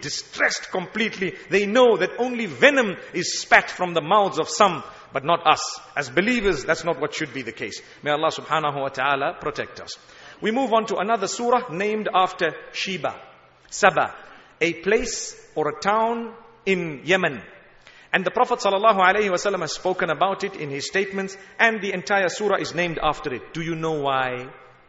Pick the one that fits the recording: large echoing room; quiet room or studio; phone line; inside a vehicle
large echoing room